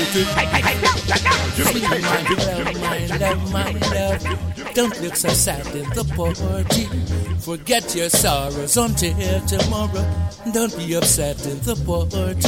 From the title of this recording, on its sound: Rub A Dub June 7th 2015 at Fusion Cafe Davie Florida